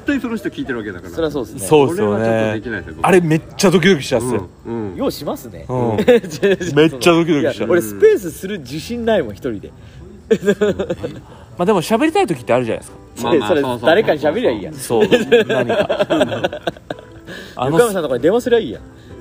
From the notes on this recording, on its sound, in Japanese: 焚き火を囲みながらの収録です。いいかねPalette（福岡）。9/30金曜日のPodcast焚き火フェス前夜祭として。